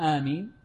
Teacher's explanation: هكذا تنطق آمين ويجوز عدم المد، لكن لا يشرع بل يمنع من تشديد الميم